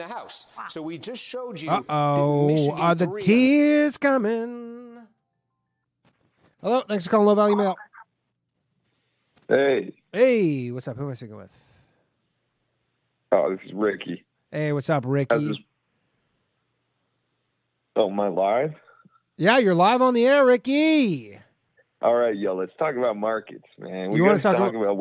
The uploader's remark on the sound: The bad advice question/call in show.